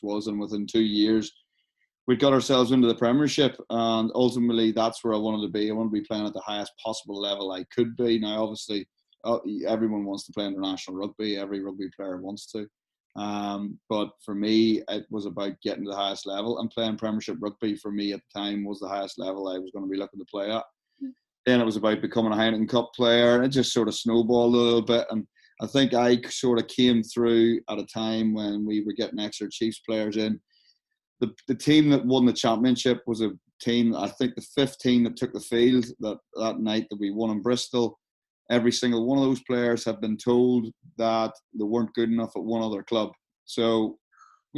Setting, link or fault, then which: link, video call